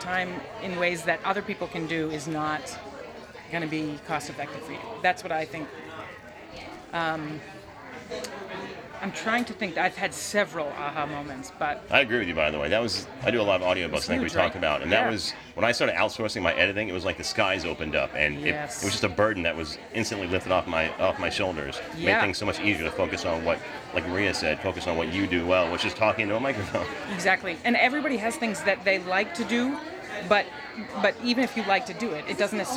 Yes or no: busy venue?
yes